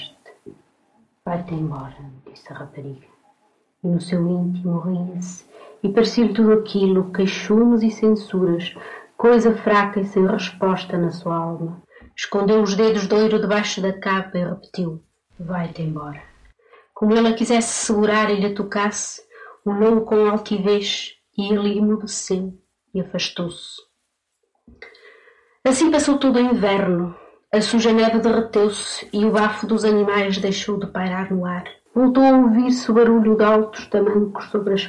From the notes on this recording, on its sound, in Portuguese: Infelizmente, o áudio existente encontra-se algo degradado. Gravação original: Valentim de Carvalho, 1959.